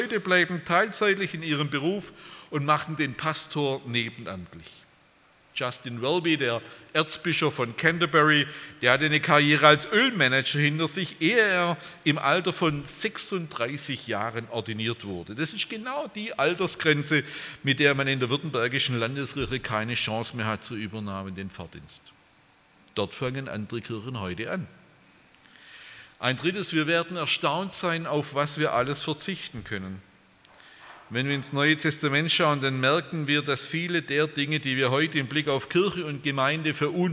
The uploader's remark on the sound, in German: bei einer Veranstaltung der Liebenzeller Mission